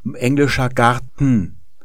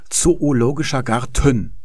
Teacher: Da haben wir Garten, zweisilbiges Wort, aber in der zweiten Silbe gibt's da kein Vokal, sondern nur noch das N. Das ist silbisch geworden. · Shown in: first take